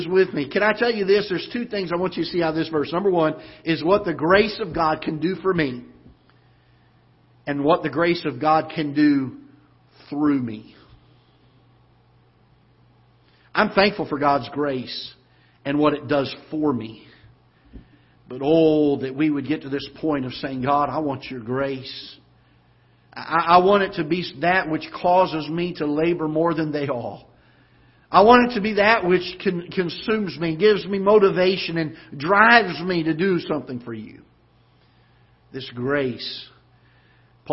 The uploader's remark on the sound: Ketha Heights Baptist Church ~ Live Broadcast